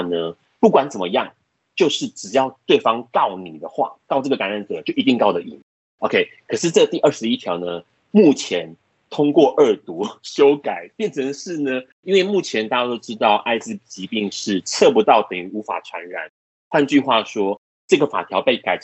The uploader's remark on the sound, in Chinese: 本集Podcast透過Microsoft Teams通訊錄製。